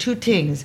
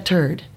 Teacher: they say the TH is like T's